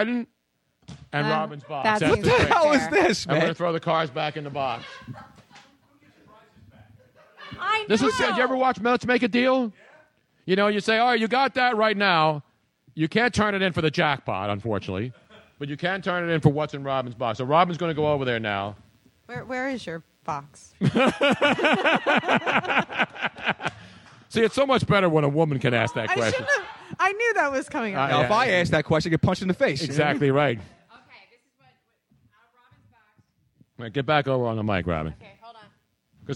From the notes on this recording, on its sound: Dazzled the live audience at Comedy Sports Theatre. A live call in from the owner of Nicks Place in Houston, Texas.